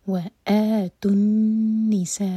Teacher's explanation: نون پشدہ ہے تو نون کو ہولڈ کریں گے 2 سیکنڈس، اور سا چار حرکت لمبا کھینچیں گے اور پھر حمزہ پر کٹ آف ساؤنڈ. تو یہ ہوگا وآتوا النساء صدقاتهن.